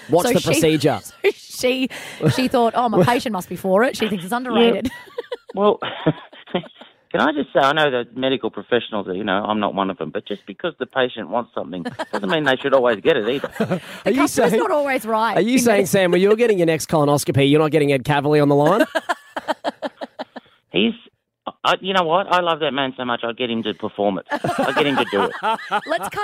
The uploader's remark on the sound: called into the show